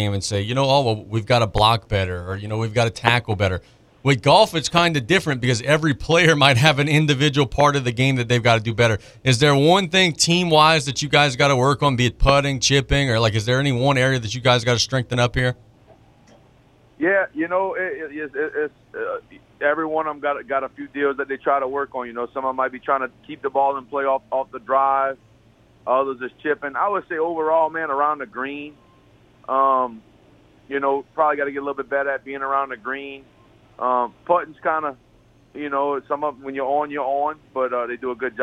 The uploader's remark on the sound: On the phone lines